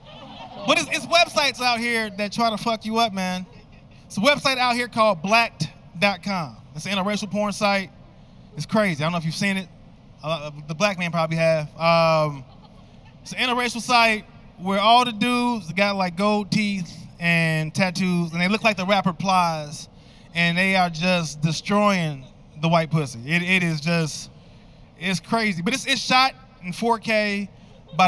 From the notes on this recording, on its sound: taped during a pandemic at the historic Rose Bowl in Pasadena